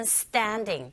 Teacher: standing이라기보다는 standing, 된소리 현상, t 소리 강하게 나고요